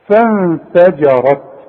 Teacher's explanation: والفه دي مرققة والجيم مرققة الراء هي اللي ايه مفخمة